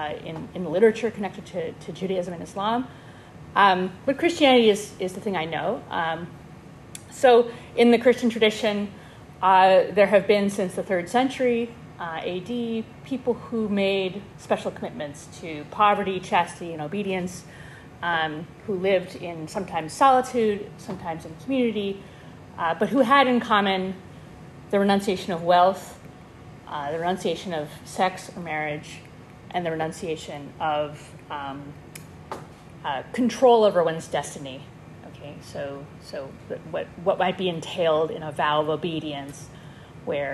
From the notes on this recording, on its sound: This lecture was given on September 14, 2023, at Yale University